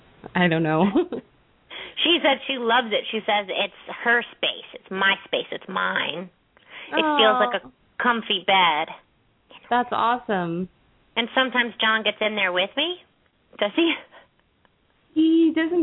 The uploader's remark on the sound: open up the lines for listeners to call